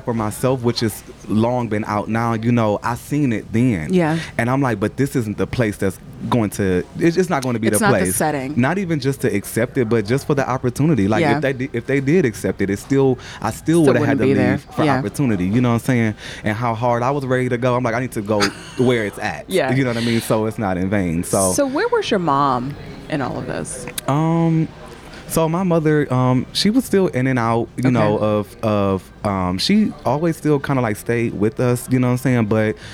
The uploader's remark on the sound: Recorded at a busy Starbucks.